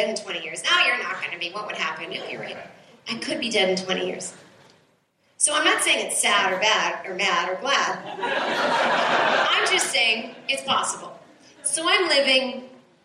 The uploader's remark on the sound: This is the second hour of the long-ass stand-up show that was recorded at the Bellhouse in Brooklyn September 2014.